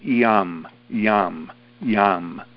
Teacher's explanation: You can say it as strictly yum, yum, or you can exaggerate yum, yum, yum. There's like an E in front of it as you say the Y. The sound of the heart comes from like a plosive ya, ya, ya.